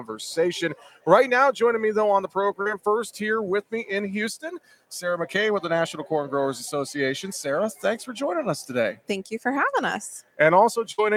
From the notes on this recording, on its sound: Talking SAF and Markets at Commodity Classic. During Commodity Classic in Houston, TX.